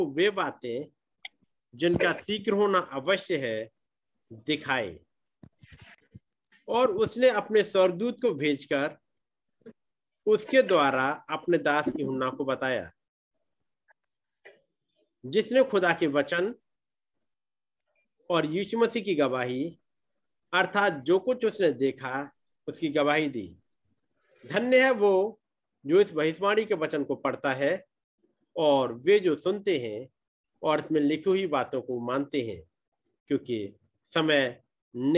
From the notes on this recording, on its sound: Zoom Meeting